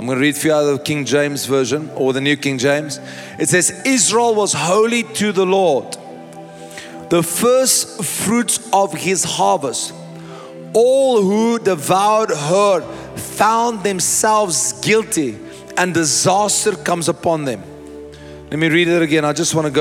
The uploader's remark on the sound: First Fruit Conference | Session 2